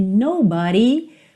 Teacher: Olha que interessante, aqui nobody, uma pronúncia típica do inglês americano, porque no britânico seria nobody, nobody, ok? Então não tem aquele d, tem o rarara.